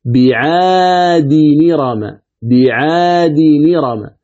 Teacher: بعد الدال تقرأ نون مكسورة وتحذف الألف، كأن إرم تقرأها نرم بالنون. · Term: النقل